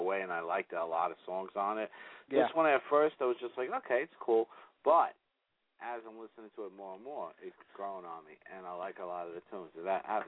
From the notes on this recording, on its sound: Call In Live Tonight.